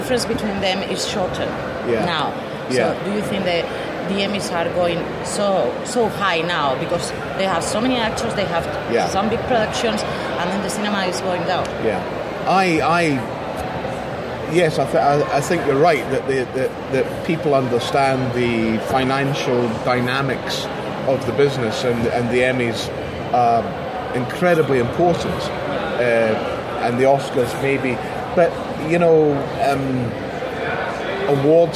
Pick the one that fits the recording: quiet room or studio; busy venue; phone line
busy venue